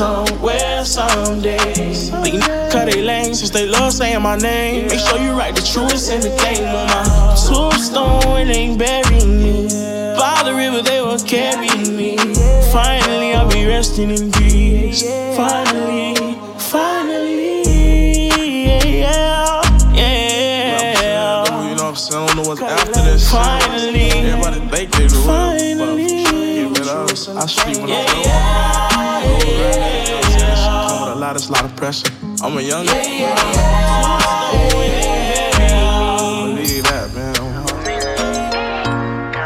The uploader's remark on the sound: LIVE AUDIO. Live set from Baddie Szn July edition.